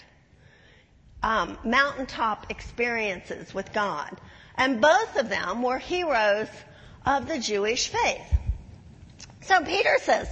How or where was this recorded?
large echoing room